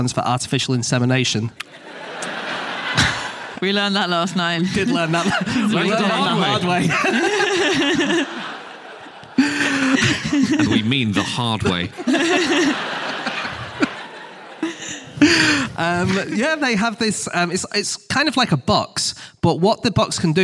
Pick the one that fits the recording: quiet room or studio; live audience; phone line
live audience